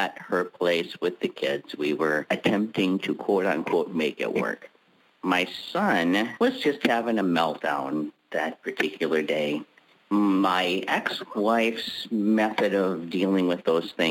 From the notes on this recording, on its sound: On Monday's we're BLOWING UP Soul University's Pay Me What I'm Worth conference-call based classes.